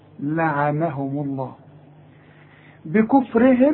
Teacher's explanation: لعنهم الميم مضموم، ما دام الميم مضمومة لفظ الجلالة يفخم